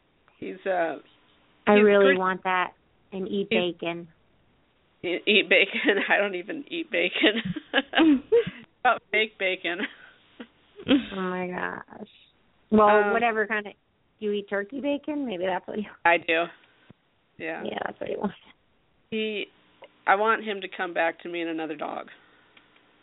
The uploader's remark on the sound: Open up the lines for listeners to call.